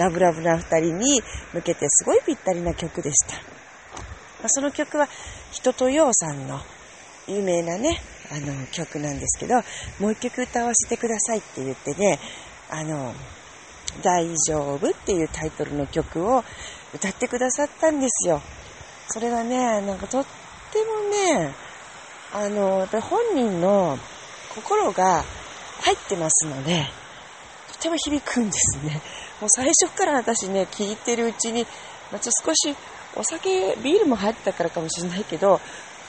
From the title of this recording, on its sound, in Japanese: 夜道歩きながら